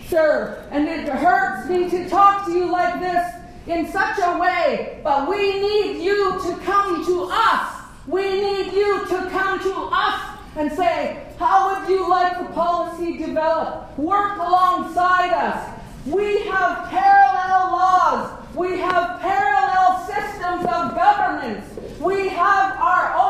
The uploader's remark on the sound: Audio of this speech is available courtesy of an audience member